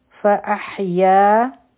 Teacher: دی مخکې فا راغله نو دلته به نری اخفا کو فاحیا ح به د حلق نه وایو